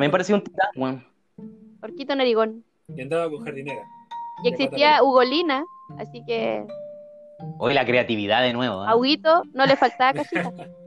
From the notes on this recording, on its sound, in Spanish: la verdad es que con algunos problemas de audio